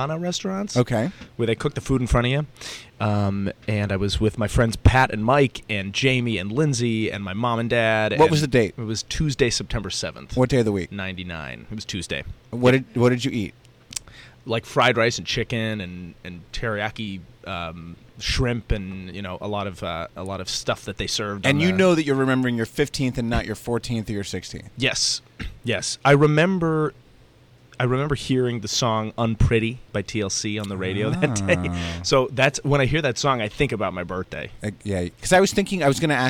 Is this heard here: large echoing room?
no